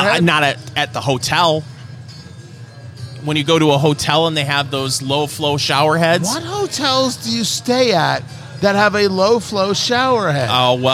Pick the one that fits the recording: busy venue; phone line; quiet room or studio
busy venue